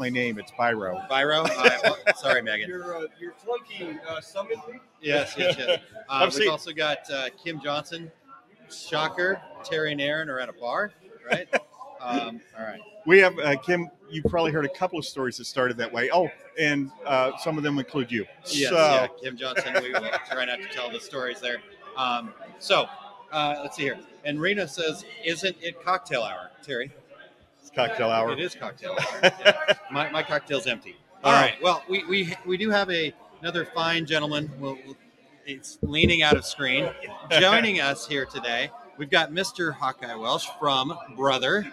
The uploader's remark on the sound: Thank you to all our guests who joined us and the wonderful people in the studio audience